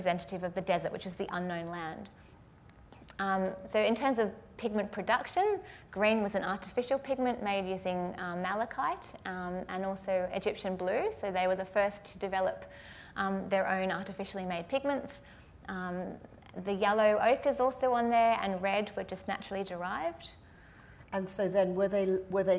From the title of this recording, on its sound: Live at the AM